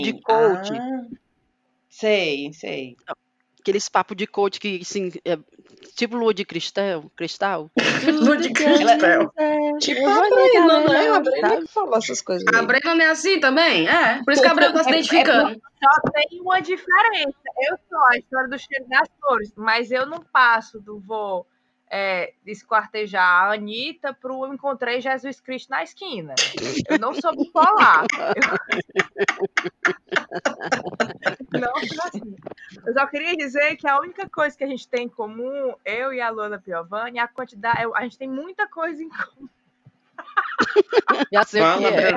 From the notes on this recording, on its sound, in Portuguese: Deu tudo errado nesse episodio: conexão ruim, audio quebrado e quando acontece o milagre das 5 estarem juntas pra gravar, o programa de gravação não ajuda.